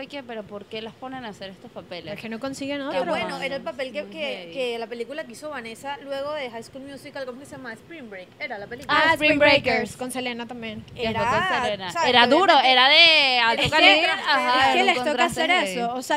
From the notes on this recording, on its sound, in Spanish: Grabado en Vía Lattea, en Caracas